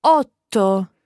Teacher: saying the first part and almost stopping the breath coming out her mouth and then letting it go for the second part · Term: double consonant sound